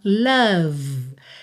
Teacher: esse O não tem som de O, é a